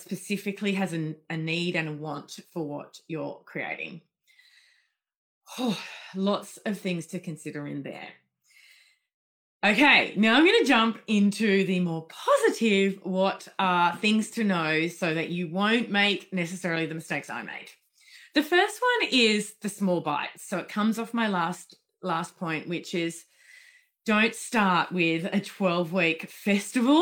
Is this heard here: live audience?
no